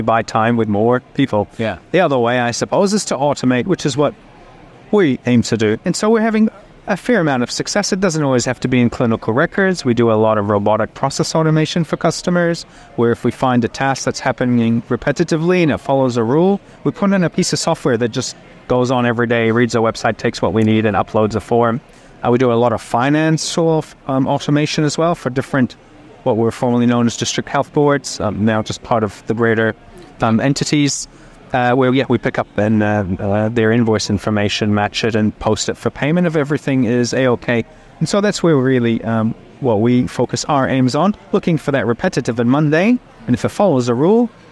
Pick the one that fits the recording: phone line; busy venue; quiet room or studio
busy venue